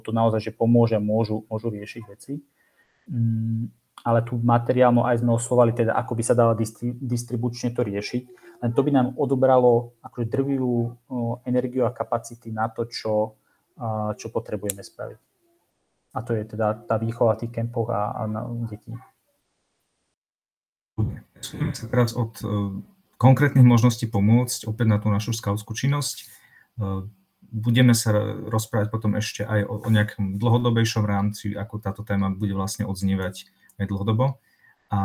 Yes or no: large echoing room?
no